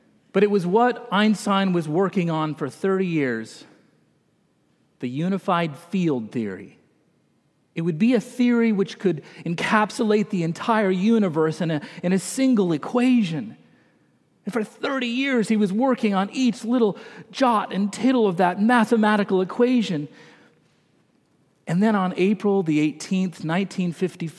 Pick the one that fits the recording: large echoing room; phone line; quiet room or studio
large echoing room